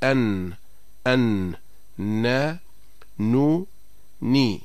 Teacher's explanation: مخرج النون من طرف اللسان مع ما يحاذيه من اللثة العليا، مع اشتراك الخيشوم، أي تصاحبهما غنة من الخيشوم · Term: حرف النون